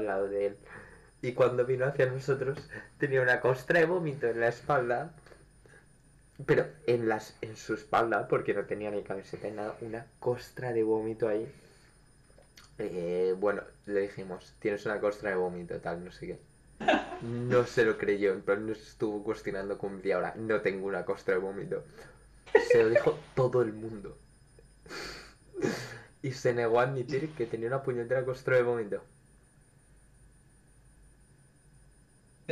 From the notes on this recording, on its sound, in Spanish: En este episodio sufrimos problemas de audio